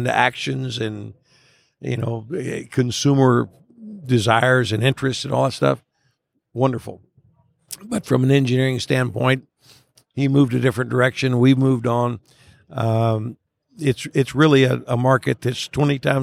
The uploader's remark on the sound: From Day Two of the Virginia Fly Fishing & Wine Festival